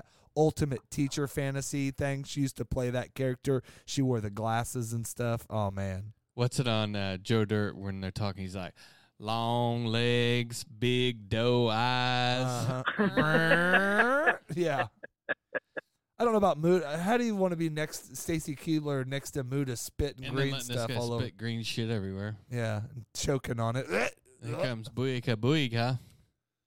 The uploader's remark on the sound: As he answers the phone he is just getting home from his 5th family reunion this week and walks across the street to a strange location to have a drink. Short call.